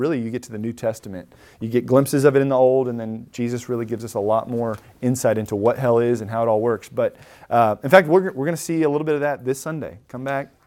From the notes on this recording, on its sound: Recorded at Emmaus Church in Buford, GA.